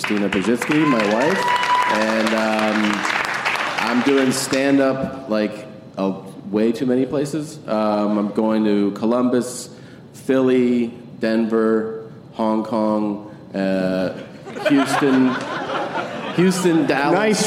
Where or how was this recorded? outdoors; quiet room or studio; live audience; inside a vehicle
live audience